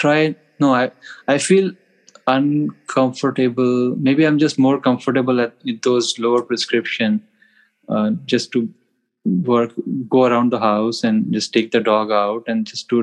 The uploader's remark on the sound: Now we’re doing a follow-up zoom session.